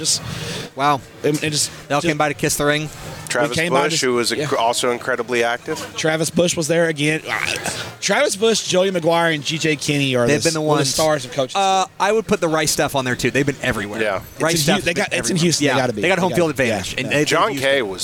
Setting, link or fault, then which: setting, busy venue